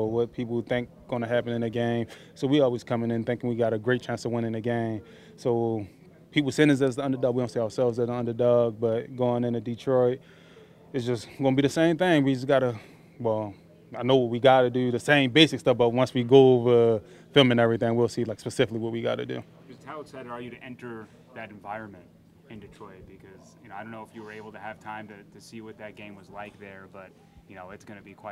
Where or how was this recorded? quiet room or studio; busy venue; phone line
busy venue